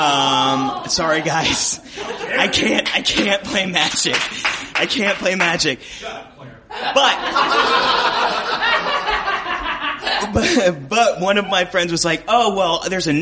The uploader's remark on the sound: Roll Models live from the Midwinter Gaming Convention, Part 2